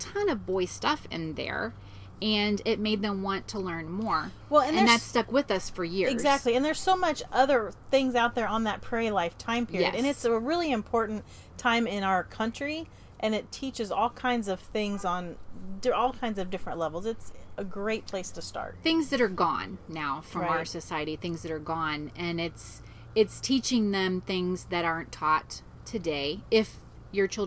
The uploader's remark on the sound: The replay is a live recording by the Roadschool Moms team from the back porch and behind the wheel. Broadcasts from central Florida.